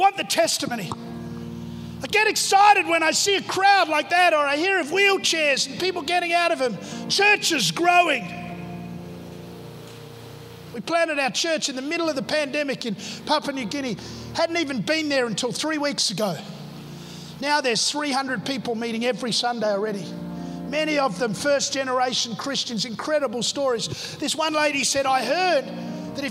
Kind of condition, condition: setting, large echoing room